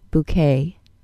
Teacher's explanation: B-O-U-Q-U-E-T. The vowel in the first syllable is an O-O sound, and the T on the end is silent.